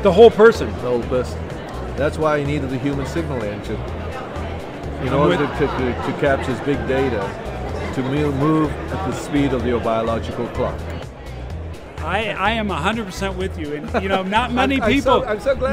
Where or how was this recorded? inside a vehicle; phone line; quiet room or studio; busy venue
busy venue